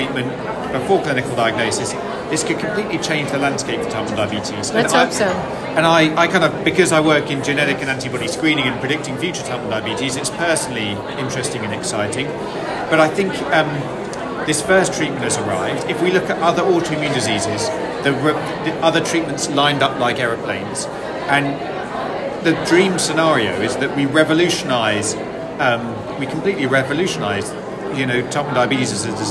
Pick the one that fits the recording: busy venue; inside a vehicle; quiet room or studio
busy venue